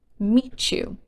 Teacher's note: when we have t and y together, like in meet you, they can become a ch sound.